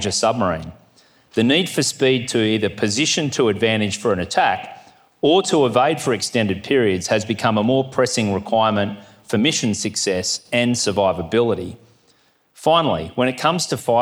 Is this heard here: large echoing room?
yes